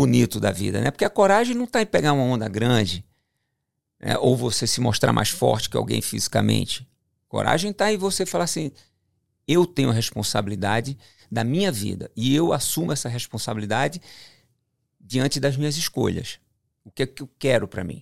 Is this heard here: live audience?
no